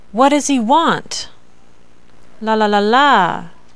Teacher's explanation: There is a clear drop in pitch from the stressed syllable of the last content word in the sentence, followed by a definite pause. It's like a slide down in pitch. · Term: final falling intonation